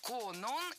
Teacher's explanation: Конон – это имя, и ударение в этом слове падает на 2-й слог.